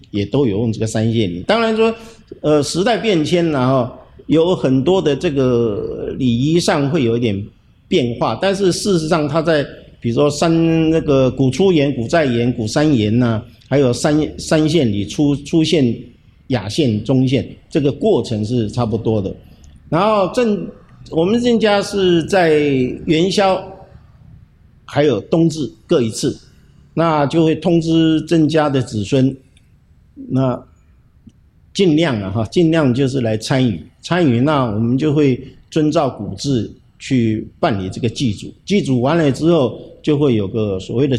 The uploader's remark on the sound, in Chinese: 節目我們團隊出外景，來到位於新竹市北門街的市定古蹟「鄭氏家廟」中錄音